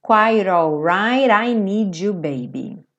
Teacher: E aí o T virou rarara. Então ficou quite all, direto aqui, quite all right, I need you, baby.